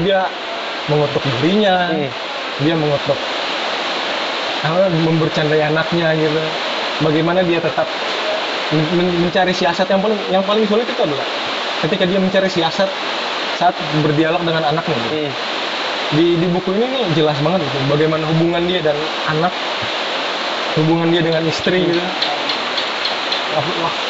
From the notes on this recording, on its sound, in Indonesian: obrolan ini juga kami rekam di Kedai Loe Min Toe sehingga suara aliran sungai yang deras di belakang kedai mungkin cukup mengganggu pendengaran